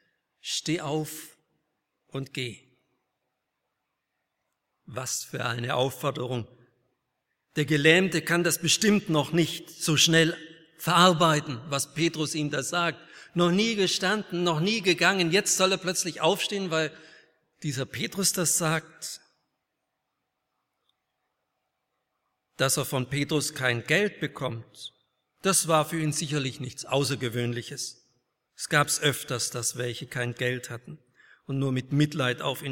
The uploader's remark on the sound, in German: Aus dem Gottesdienst der Liebenzeller Mission.